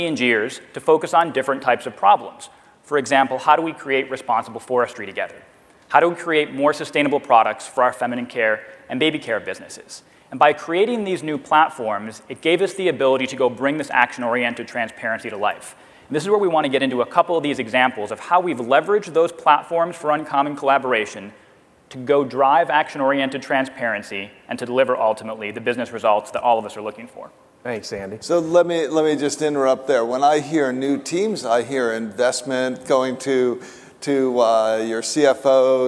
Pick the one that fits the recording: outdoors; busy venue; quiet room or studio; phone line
busy venue